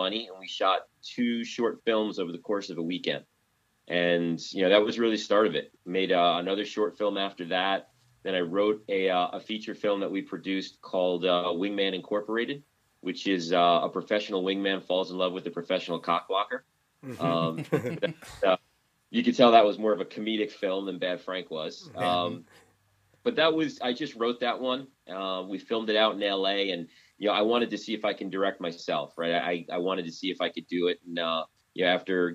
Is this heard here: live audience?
no